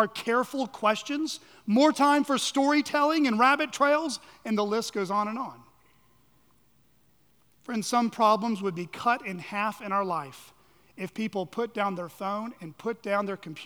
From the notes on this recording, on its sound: at Chaffee Crossing Baptist Curch in Barling, AR.